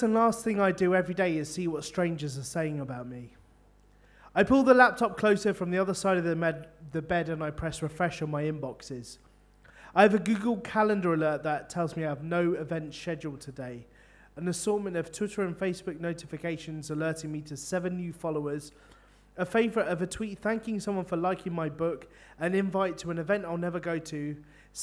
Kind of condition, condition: setting, live audience